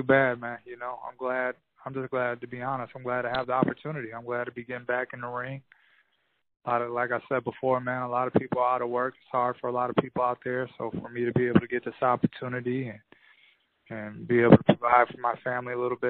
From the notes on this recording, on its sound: Conference call. Many thanks to Swanson Communications and the PBC for graciously providing this audio.